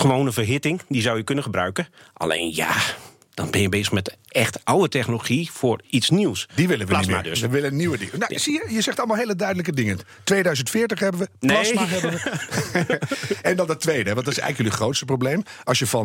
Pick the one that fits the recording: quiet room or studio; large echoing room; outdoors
quiet room or studio